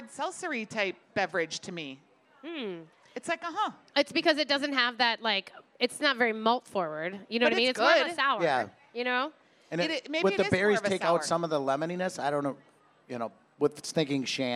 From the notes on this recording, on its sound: Live from the KSTP Stage at the Minnesota State Fair.